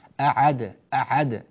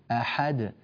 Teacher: أيضا ننبه إلى توضيح حرف الحاء، ولم يكن له كفوا أحد، أحد أحا، حرف الحاء حرف صافي، نصفيه من الشوائب، لا نجعله أعد أعد، هكذا الحاء صارت يعني مخنوقة في الحلق · Shown in: first take